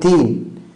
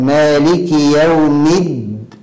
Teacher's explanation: فإذا أعطيت لحرف صفة غيره صار مثله، يعني مثلا الدال لو احنا همسناها قلنا مالك يوم الدين، إذن احنا كده همسنا الدال فتحولت من دال إلى تاء · Shown in: first take · فهنا فسد المعنى كمان أيضا، فسد المعنى.